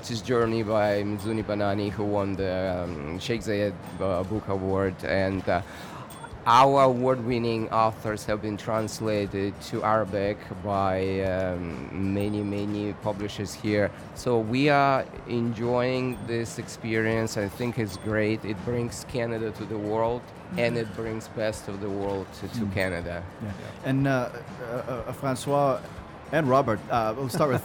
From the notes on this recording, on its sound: Live from SIBF 2022. Live interview from SIBF 2022.